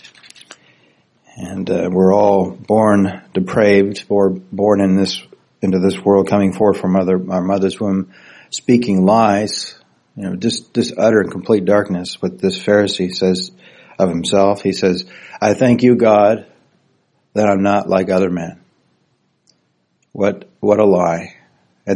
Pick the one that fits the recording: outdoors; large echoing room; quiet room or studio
large echoing room